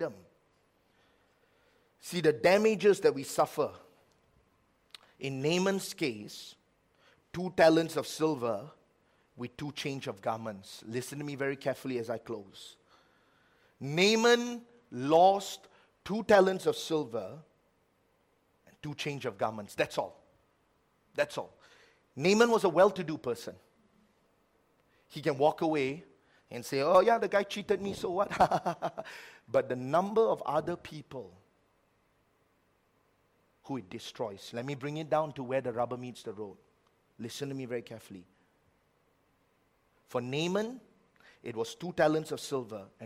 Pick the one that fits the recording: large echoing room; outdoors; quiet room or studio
large echoing room